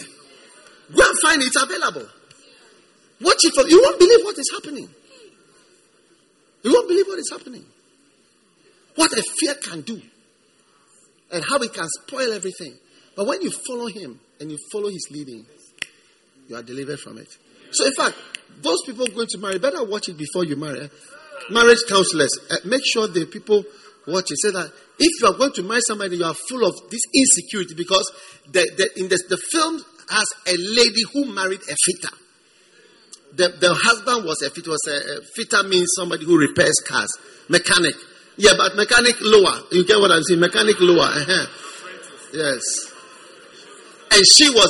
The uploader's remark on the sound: Preached at the First Love Gathering Service.